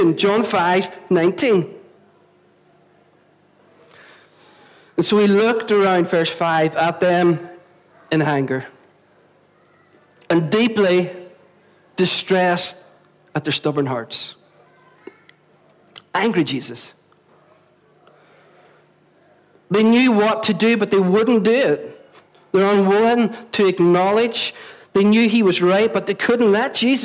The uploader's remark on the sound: at our Sunday Celebration on 20th November 2016, recorded at 11am at our Storehouse Venue